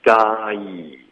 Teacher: guy 是一个双元音，嘴巴要张开发一个嘎，嘎里的嘎，结尾要发一个一，一二三的一。guy， I am not gonna be thatguy， I am not gonna